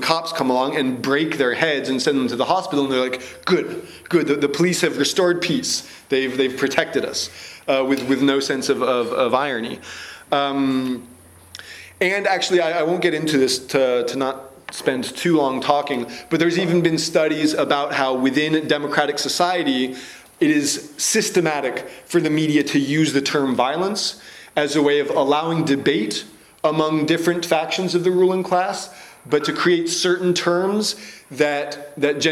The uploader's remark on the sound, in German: Zusammenschnitt und Audioaufnahme einer Kritik an dem Konzept der Gewaltfreiheit. Aus Rücksicht auf das Publikum wurden die gestellten Fragen aus dem Mitschnitt entfernt.